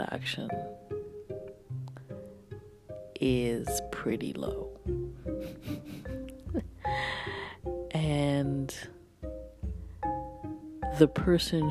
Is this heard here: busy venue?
no